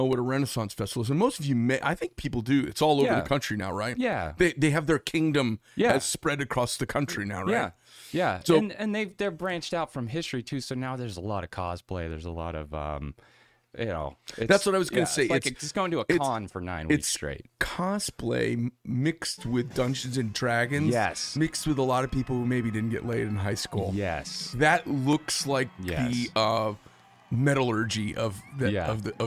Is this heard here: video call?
no